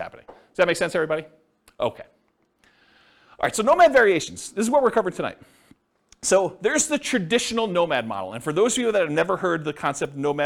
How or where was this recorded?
live audience